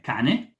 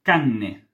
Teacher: Quando abbiamo due consonanti una dietro l'altra, semplicemente il suono di questa consonante viene allungato, tra virgolette, cioè nel momento in cui andiamo a pronunciare questa consonante, ci fermiamo nel punto di articolazione per un nanosecondo in più · Shown in: second take · e questo crea la differenza tra parole come cane e canne, quindi dog e canes.